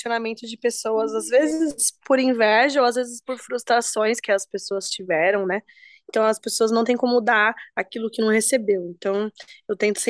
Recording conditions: video call